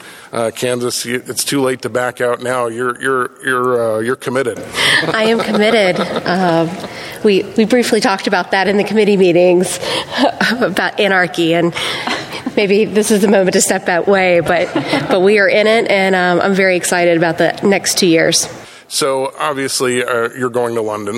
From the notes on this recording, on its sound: This is a LIVE recording following the first in-person Exective Council Meeting in over two years---from the 2022 Florida Bar Convention. Audio quality is alwasy difficult for a live show in an uncontrolled environment.